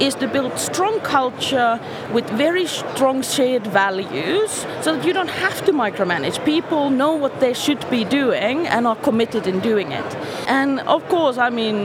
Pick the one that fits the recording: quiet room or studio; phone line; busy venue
busy venue